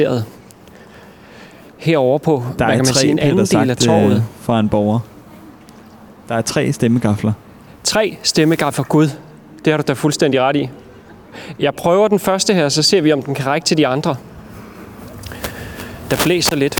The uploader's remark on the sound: Back in our caravan on the town square for day two of Struer Tracks. Then a wireless reportage from a sound sculpture in the square as well as a meeting with a local citizen opening our ears to the sounds of the city.